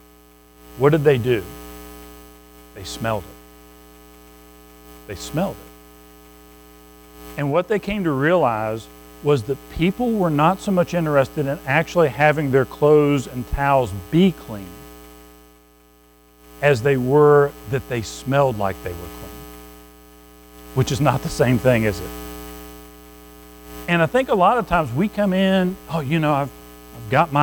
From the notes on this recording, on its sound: Recorded at Madison Baptist Church in Madison WV